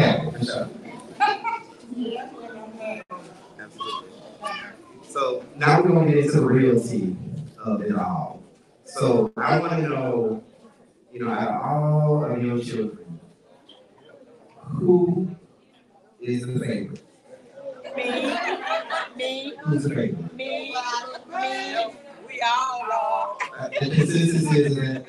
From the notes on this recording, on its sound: Audio is not great.